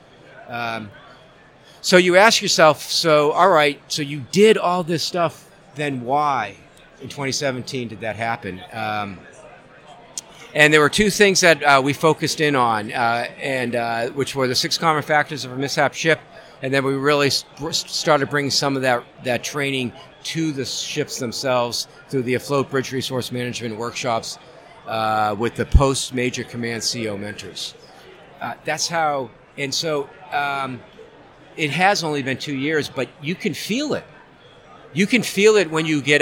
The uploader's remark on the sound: The Ship Boss Live from SNA.